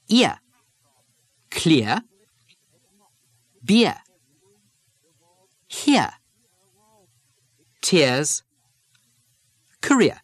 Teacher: The R drop from the ear sound leaves the diphthong ear